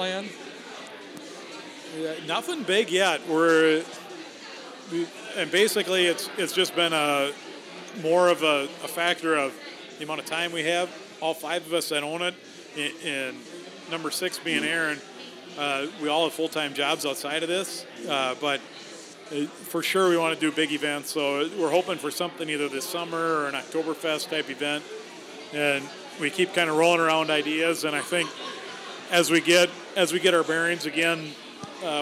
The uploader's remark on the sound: Live At Sleepy Eye Brewing.